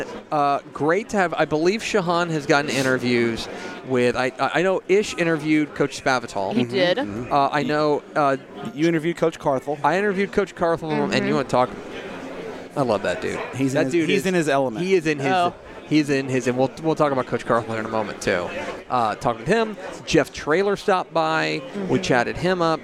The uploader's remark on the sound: Live (on tape) from the THSCA Coaching School and Convention in San Antonio